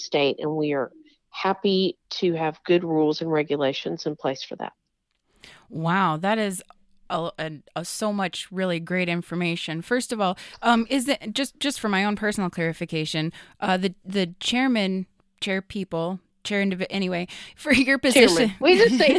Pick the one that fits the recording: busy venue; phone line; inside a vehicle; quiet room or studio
quiet room or studio